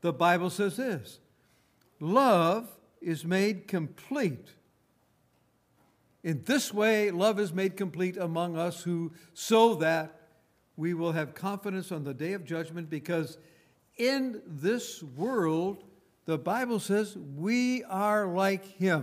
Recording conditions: large echoing room